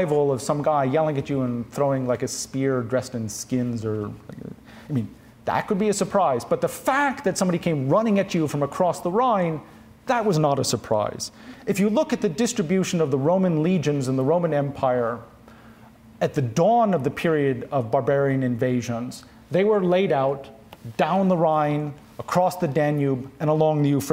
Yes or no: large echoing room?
yes